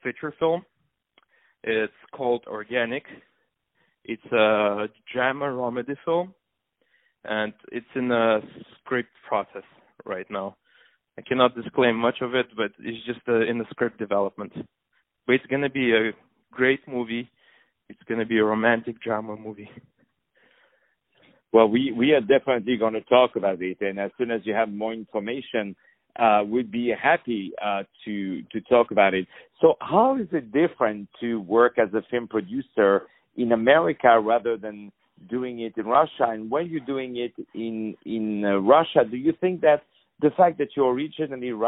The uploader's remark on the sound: On the phone